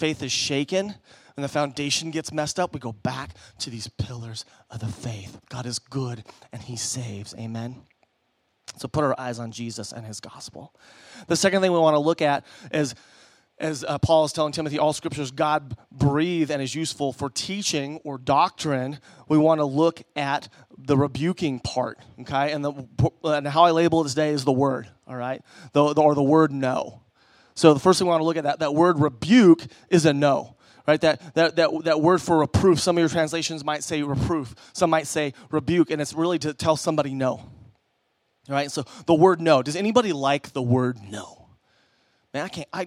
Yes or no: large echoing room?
yes